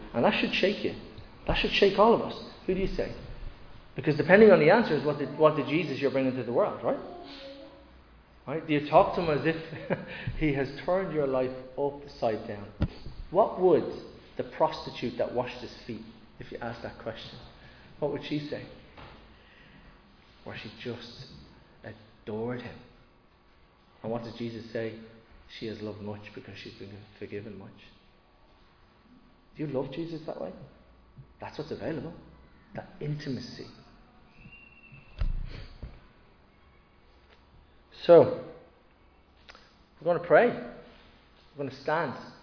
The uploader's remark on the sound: Recorded live in Liberty Church on 22 May 2022